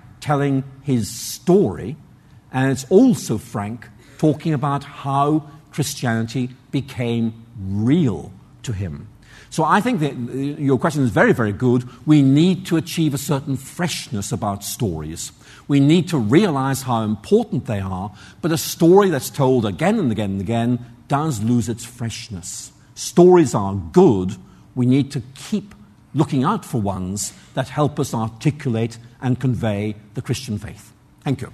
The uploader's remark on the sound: Answers audience questions following his lecture.